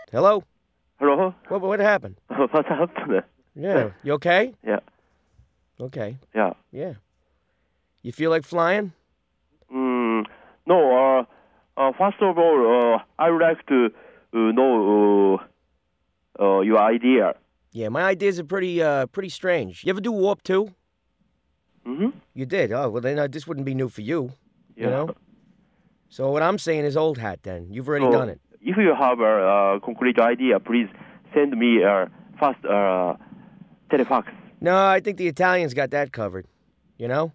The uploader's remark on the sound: Prank Phone Calls